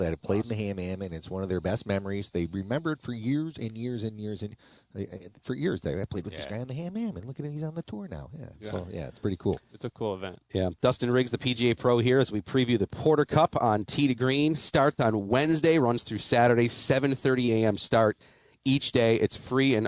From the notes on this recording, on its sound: Tee 2 Green Live From Niagara Falls Country Club.